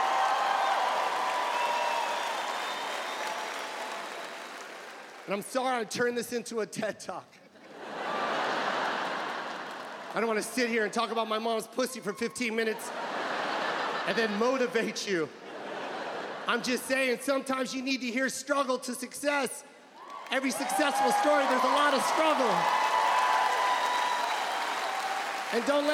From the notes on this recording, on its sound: In his Netflix special, "Live From The LA Forum".